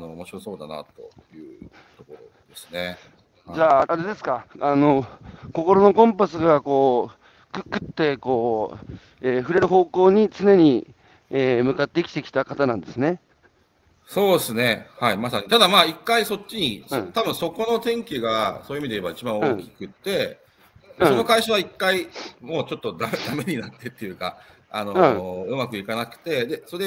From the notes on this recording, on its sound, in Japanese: 歩きながら1時間、対談する。